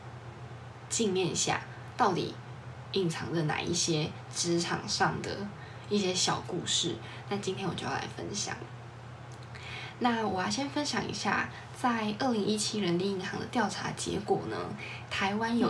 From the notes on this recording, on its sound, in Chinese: 這集聲音有點小聲